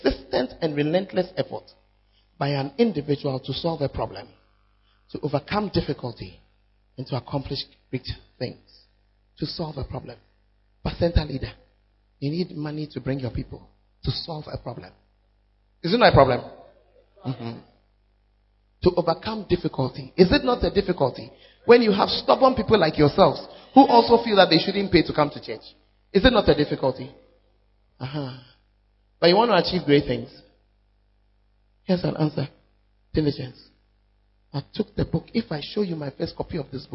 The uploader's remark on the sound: Send it Mini-Camp Navrongo. Preached at First Love, Navrongo.